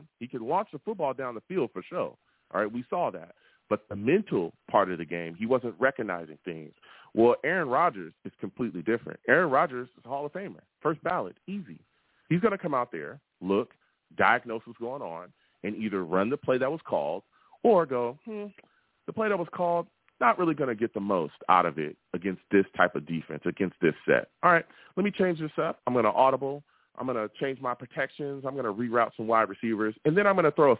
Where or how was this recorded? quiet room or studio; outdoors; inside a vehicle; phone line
phone line